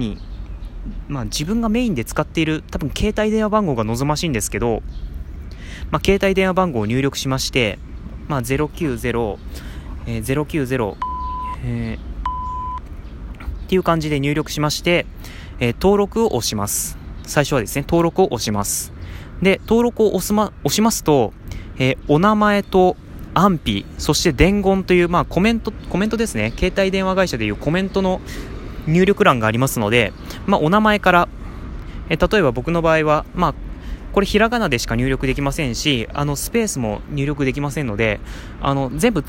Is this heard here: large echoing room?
no